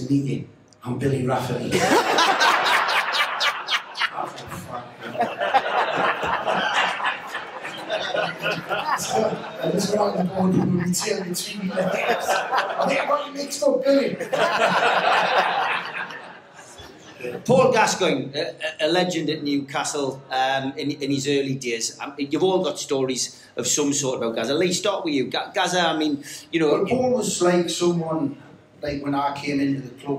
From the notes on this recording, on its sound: NUFC Matters Live 2623 Grand Hotel Newcastle